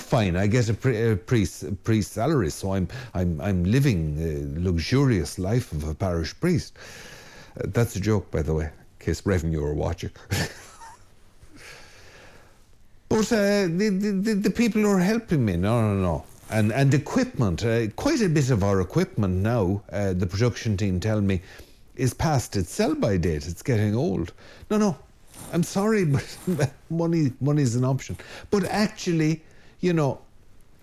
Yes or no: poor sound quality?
no